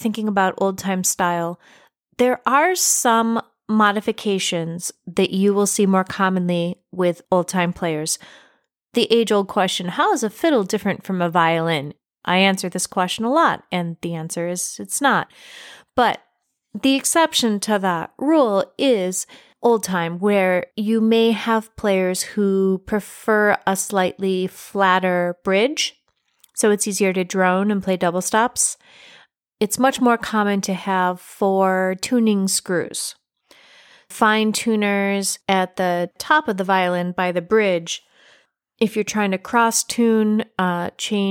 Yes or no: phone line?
no